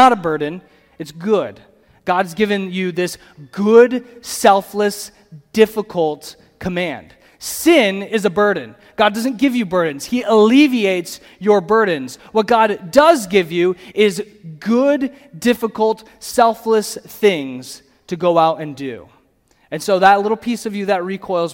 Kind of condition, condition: setting, live audience